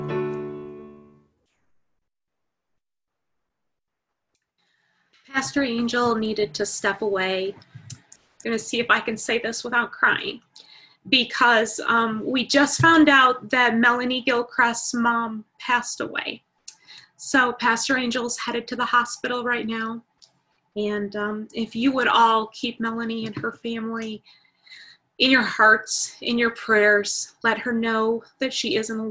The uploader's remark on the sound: Our Zoom streamed Good Friday Service.